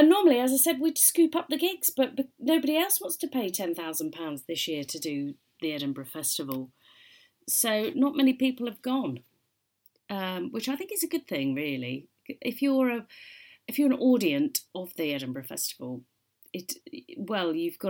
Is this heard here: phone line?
no